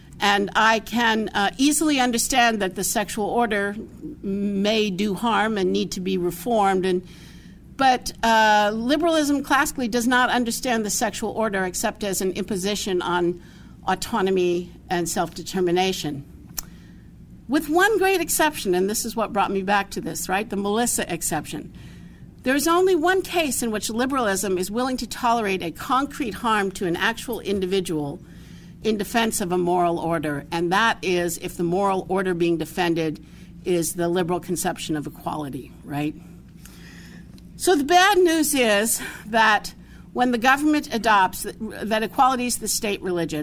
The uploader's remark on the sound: talk was part of the Society of Catholic Social Scientists Conference at Franciscan University of Steubenville